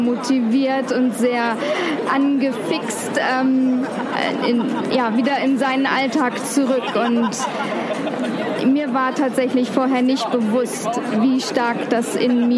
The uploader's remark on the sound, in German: Live aufgezeichnet in der LANXESS-ARENA in Köln in der Pause der Rednernacht. Haben wir uns spontan entschlossen in Köln diese Episode aufzuzeichnen.